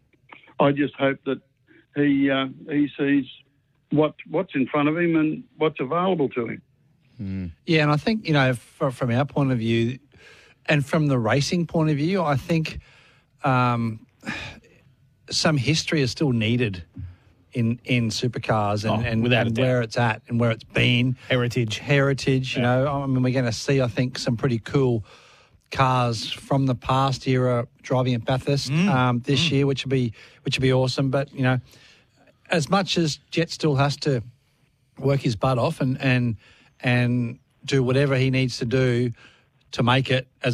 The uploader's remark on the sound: phoned in to wish him many happy returns of the day